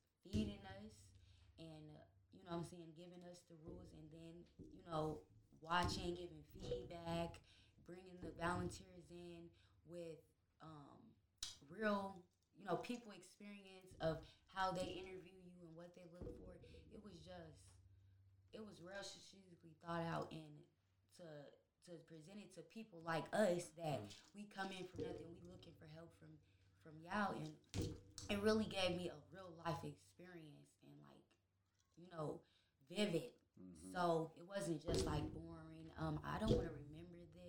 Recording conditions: sounds in the background